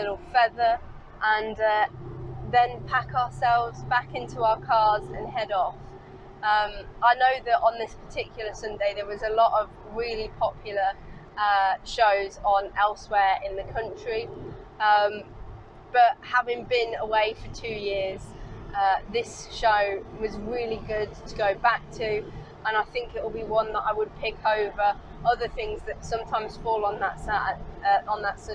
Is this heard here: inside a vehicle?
yes